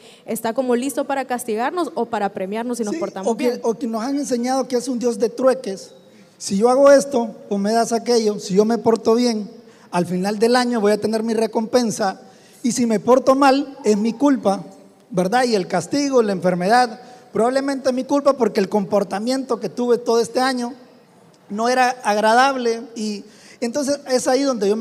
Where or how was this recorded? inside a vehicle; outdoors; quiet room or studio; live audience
live audience